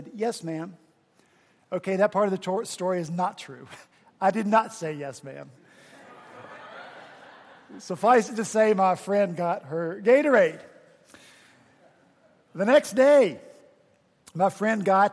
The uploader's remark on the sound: at Redeemer Presbyterian Church in Charleston, SC